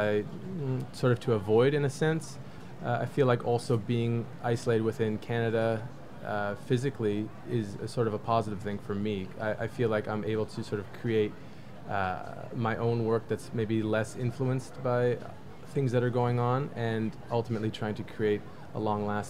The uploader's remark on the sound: broadcast live from Salone del Mobile in Milan